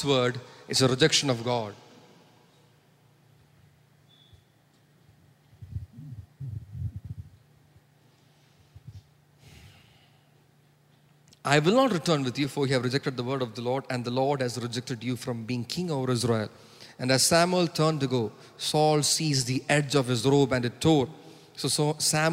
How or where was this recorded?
large echoing room